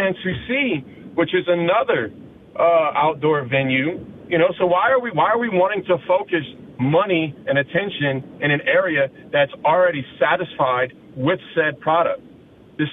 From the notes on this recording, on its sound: A lot of listeners have opinions and decide to call in.